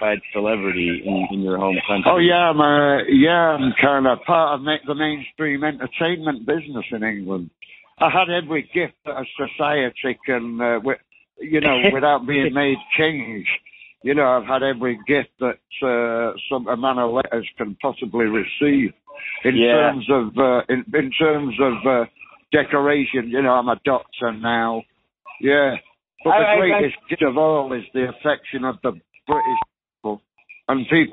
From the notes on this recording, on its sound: This phone call.